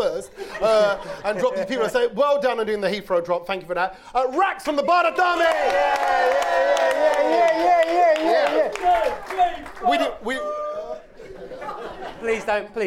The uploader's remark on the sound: The London Podcast Festival 2019. Were invited to do their podcast live in front of a sold out crowd...